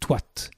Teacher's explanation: Le premier membre du mot composé est toat, qui est toad par transformation du da final en ta pour une raison de sandhi, la liaison